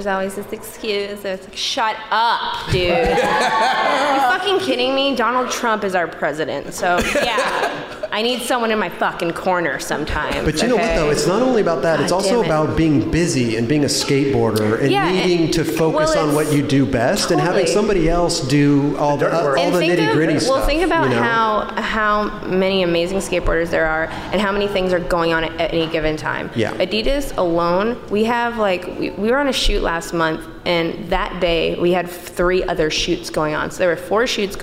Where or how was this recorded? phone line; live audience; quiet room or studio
live audience